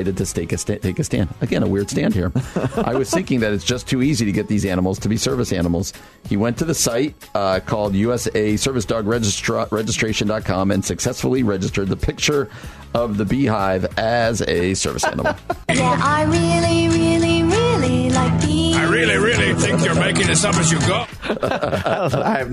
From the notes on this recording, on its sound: via phone